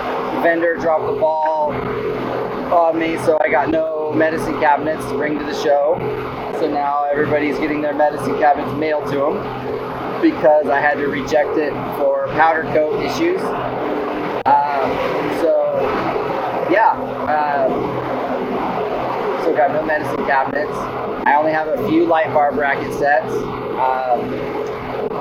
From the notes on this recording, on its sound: Update 1 from the road. Please excuse the poor audio quality. He gives you his thoughts as he travels.